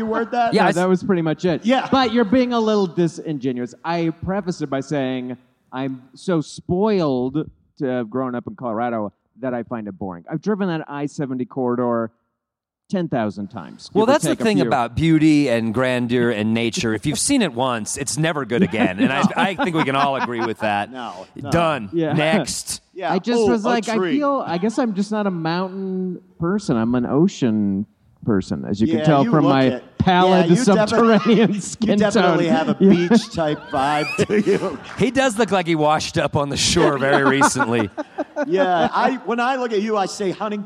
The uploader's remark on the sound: Live at TACAW. Live podcast episode! So, we decided to try "living off the land" in front of a live audience.